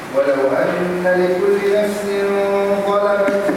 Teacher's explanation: ولو فخم الغنة لوقوع الظاء بعد التنوين